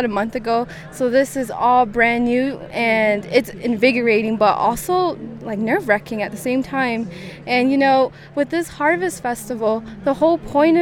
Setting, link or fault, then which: setting, busy venue